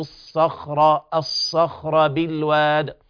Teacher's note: المحافظة على التفخيم والاستعلاء والإطباق في الصاد، ولا تضم الشفتين فيحصل هناك يعني ضمة كاملة للصاد ويحصل لها تفخيم بدرجة غير مشروعة.